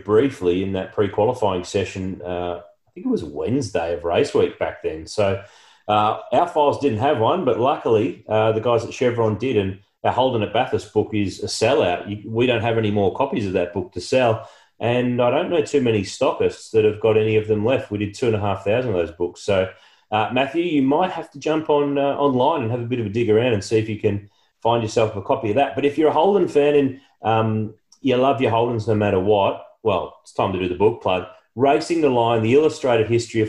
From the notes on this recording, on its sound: recorded over Zoom